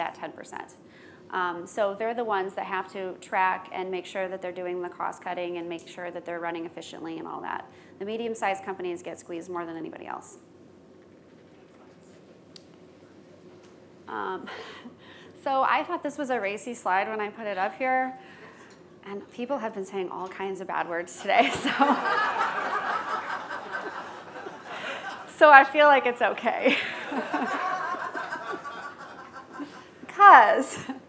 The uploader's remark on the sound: Today's skucast episode was recorded at skucamp.